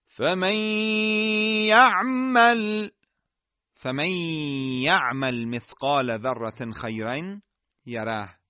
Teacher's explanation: شما در اینجا میبینید که نون ساکنه یا تنوین در یا ادغام شد و ما روی این ادغام مکس کردیم. نشانگر وجود دو حرکت غنه هستش که از فضای خالی بینی خارج میشه در هنگام ادغام